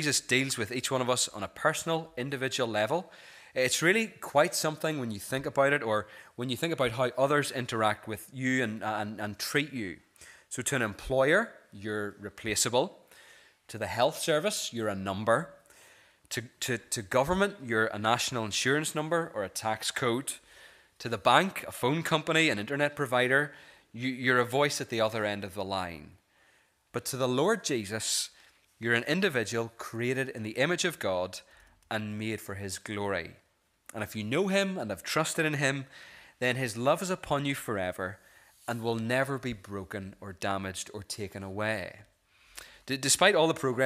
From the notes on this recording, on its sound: This is the recording of the Bible reading and sermon from our morning service on Sunday 4th February 2024.